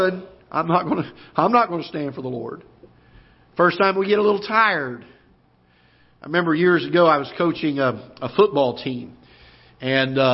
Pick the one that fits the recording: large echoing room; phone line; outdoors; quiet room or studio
large echoing room